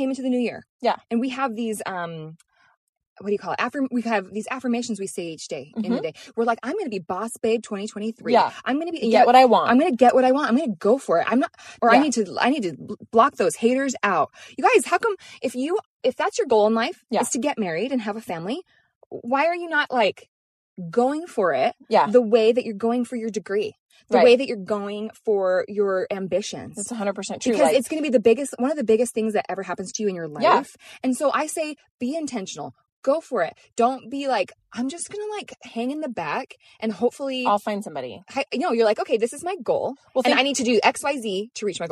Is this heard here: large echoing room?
no